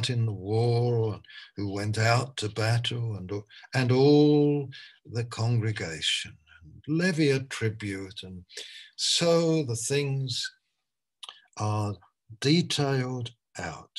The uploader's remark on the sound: Malaysia Meets (Zoom)